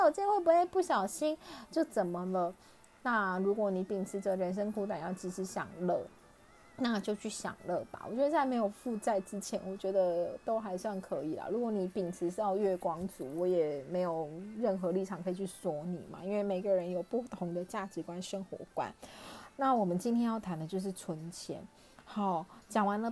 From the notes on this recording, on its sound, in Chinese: 這一集換了錄音方式，所以有些沙沙的聲音